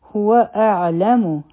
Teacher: عین به د حلق نه وایو